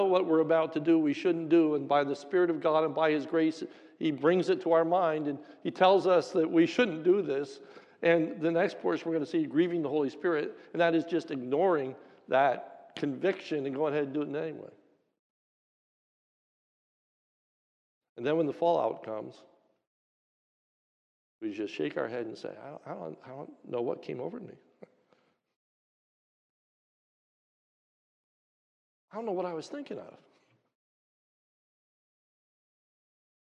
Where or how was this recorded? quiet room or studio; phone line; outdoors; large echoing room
large echoing room